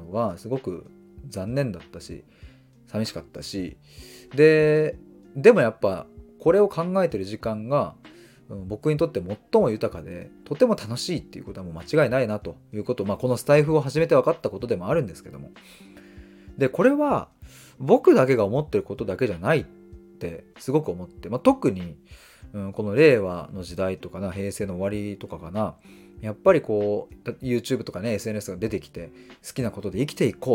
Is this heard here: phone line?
no